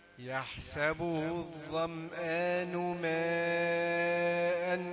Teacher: ماء أربع حركات على الأقل. ده مد متصل